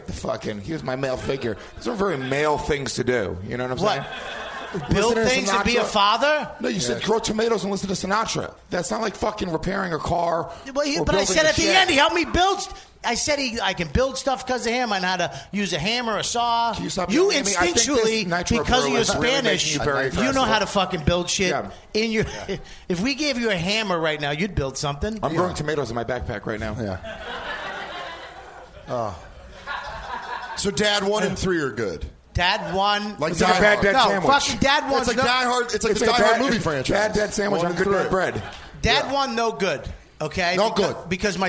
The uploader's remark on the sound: Live from Skankfest. We get right into it in front of a LIVE audience at The Creek and The Cave with Skanks everywhere!